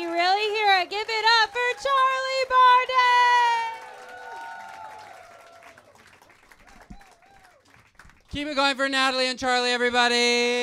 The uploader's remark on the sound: Live Show